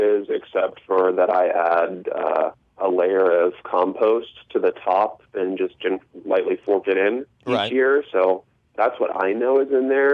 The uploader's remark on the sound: of course your Fabulous phone calls!